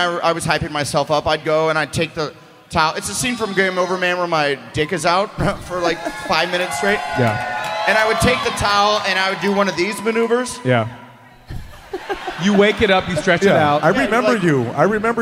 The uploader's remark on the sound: Live From Cleveland!